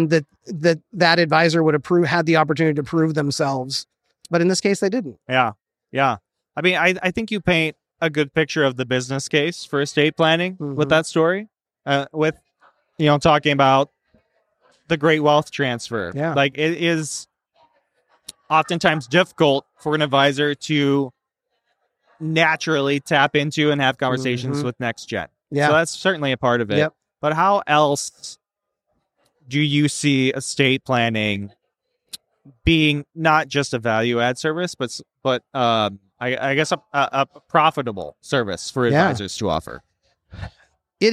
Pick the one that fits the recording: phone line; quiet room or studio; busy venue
busy venue